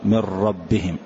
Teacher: أحذف النون تماما ولا أغن · Term: بغير غنة